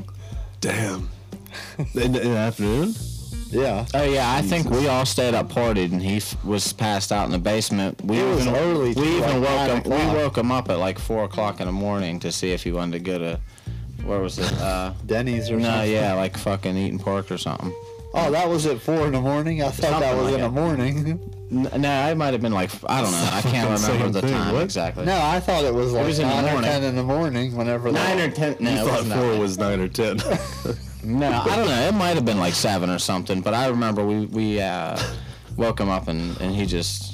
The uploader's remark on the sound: Audio is slightly distorted. Please bear with us as we sort out the kinks of this new setup.